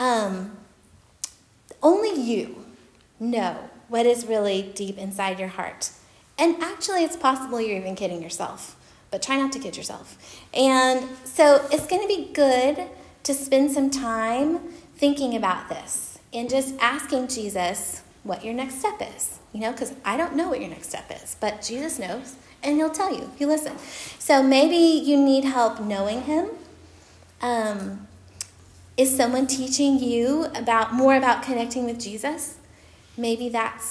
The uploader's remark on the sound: Recorded at Union Church.